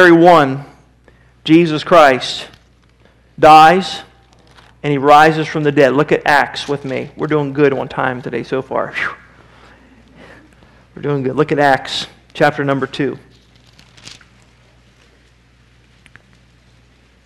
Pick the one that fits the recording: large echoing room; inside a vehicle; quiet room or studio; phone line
large echoing room